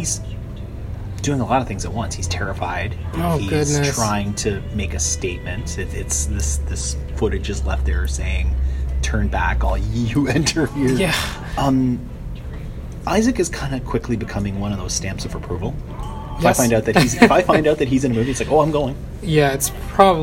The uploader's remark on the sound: We’re back outside for the first time in six months or so. There were people around, there were distractions, there was traffic…and through it all, a nifty little show emerged! He then sat down for a coffee to talk about his budding film love on-mic.